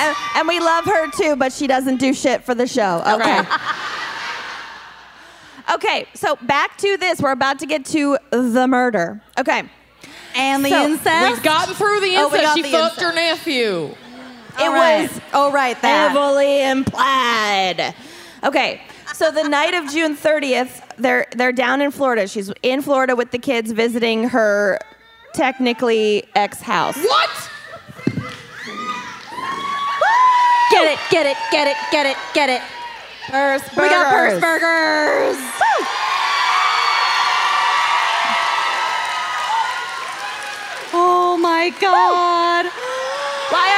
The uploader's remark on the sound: Dallas LIVE! Live from Dallas.